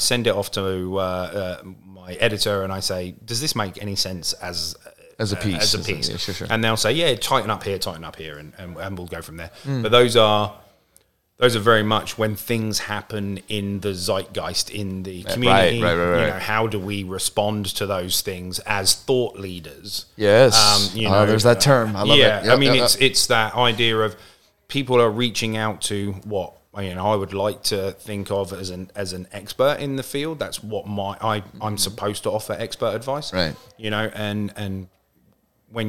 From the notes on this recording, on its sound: Here live at ERRF 2023. Live From ERRF 2023.